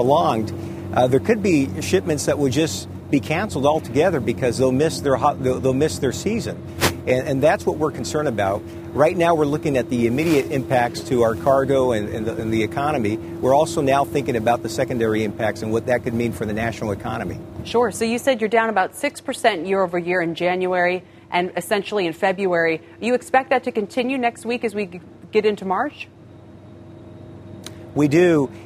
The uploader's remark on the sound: we’re live at the Port of Long Beach